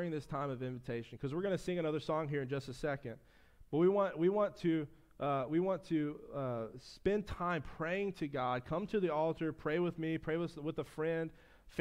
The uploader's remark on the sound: preached at his church (First Baptist Church of Floral City, Fl)